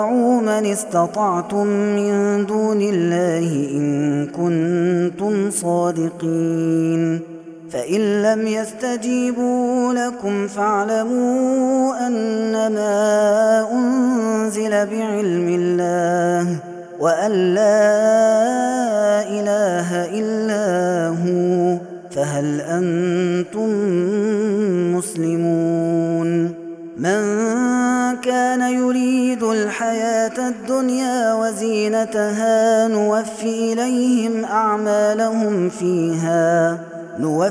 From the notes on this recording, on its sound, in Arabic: هذا التسجيل من صلاة التراويح